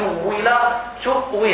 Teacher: نقول تؤوي بإدغام الواوين هكذا بإبدالها ثم إدغامها تؤويل تؤوي هكذا بتحقيق الهمزة.